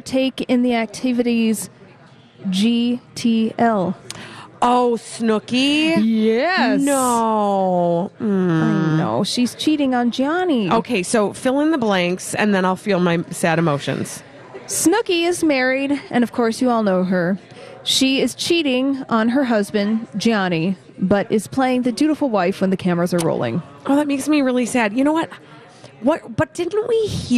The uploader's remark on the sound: Live from The AC Hotel!